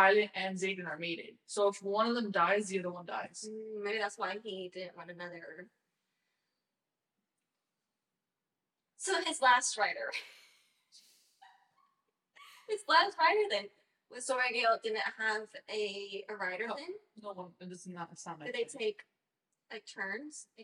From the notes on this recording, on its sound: I just want to apologize for this episodes, audio quality. It was not how I anticipated it to sound. To be completely honest, I am still learning how to work these wireless mics. I think we’re gonna have to go back to the original mics because the sound quality is much better.